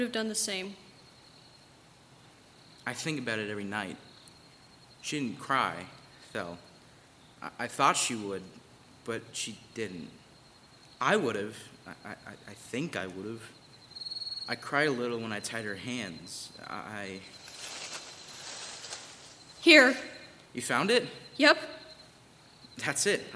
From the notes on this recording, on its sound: It was recorded in front of a live audience. By Thespian Troupe 4592 of Madison High School in Middletown, Ohio. Sound effects and music: Mixkit.co.